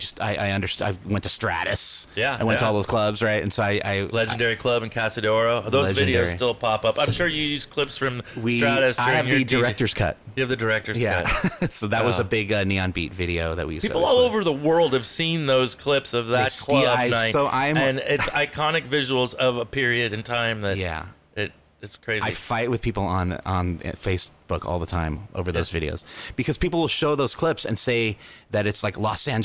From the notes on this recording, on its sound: at the Casbah San Diego